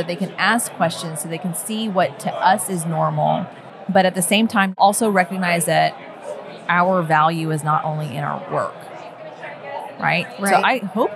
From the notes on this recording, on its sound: We are coming to you LIVE from Fincon 2023 in New Orleans